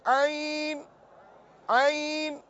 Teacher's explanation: عین عین ادا کیجئے، یہ حلق سے ادا ہو رہا ہے، درمیانی حلق سے عین ادا ہوتا ہے. عین تو اسی کے مطابق اس کو ادا کیجئے.